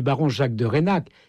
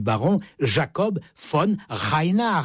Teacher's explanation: Ils parlaient du baron Jacob von Reinach, oui, en appuyant sur le R guttural de la fin · Shown in: second take